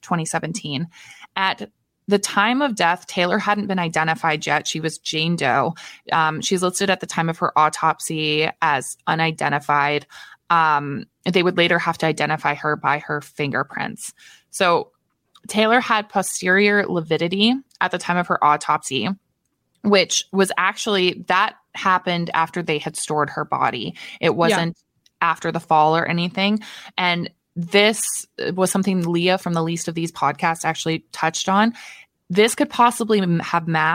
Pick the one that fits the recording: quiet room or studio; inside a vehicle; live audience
quiet room or studio